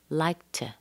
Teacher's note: Let's shorten that, let's put a little schwa in there. And because it comes after the K sound, let's just leave it as a T, so like to.